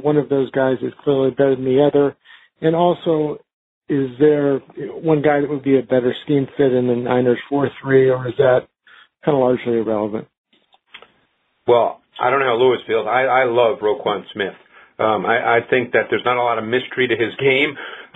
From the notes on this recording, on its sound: NFL Draft media conference call.